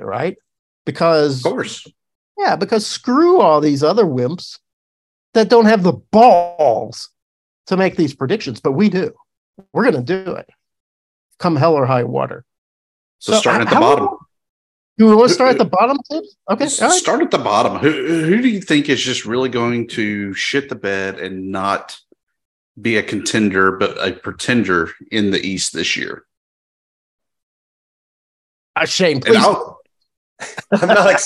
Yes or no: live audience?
no